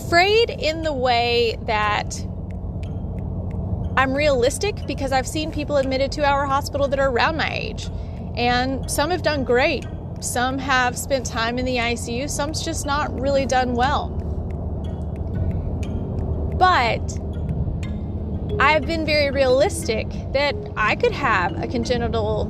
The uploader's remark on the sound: On The Road Ramblings. This miniseries is recorded as always on my way to work. It's raw an unedited.